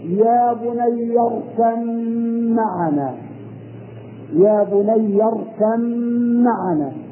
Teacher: نقلب الباء ميما وندغم الميم في الميم · Term: الباء في الميم